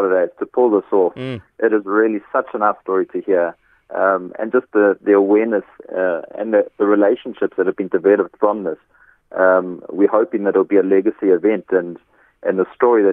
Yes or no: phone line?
yes